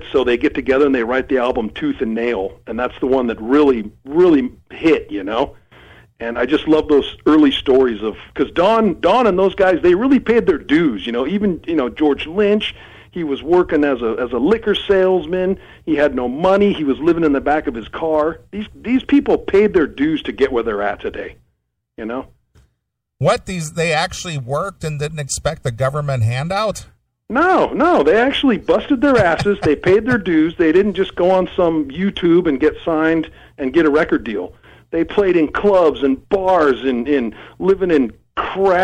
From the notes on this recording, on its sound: called